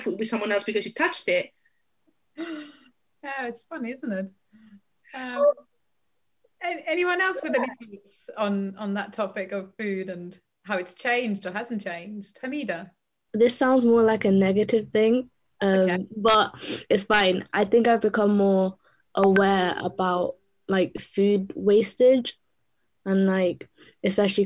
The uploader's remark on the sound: 'The Realist’ is a project conceived to explore bridging the distance between us during lockdown through audio. Each week during our sessions (held via Zoom) we revisit work from previous projects.